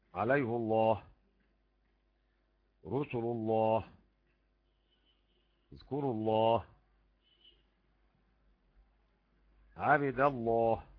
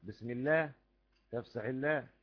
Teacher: لفظ الجلالة بعد كسر ترقق · Shown in: second take